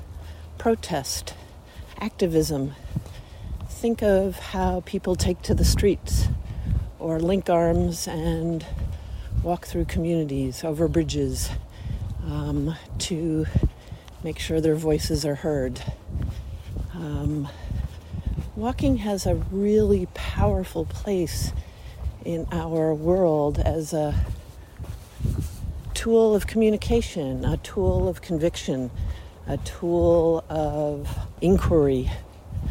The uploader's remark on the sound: we thought we would record our personal thoughts as we walk